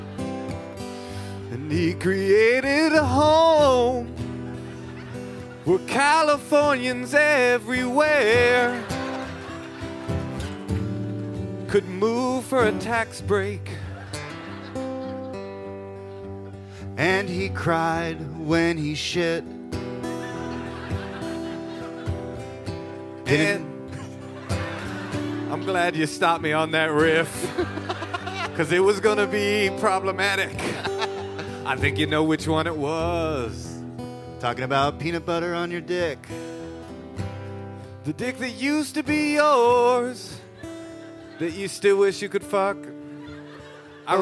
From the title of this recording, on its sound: Live from Portland